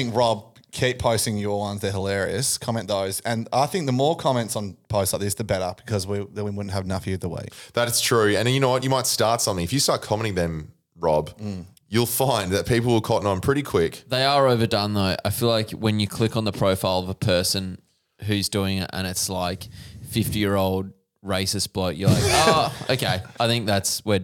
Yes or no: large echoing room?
no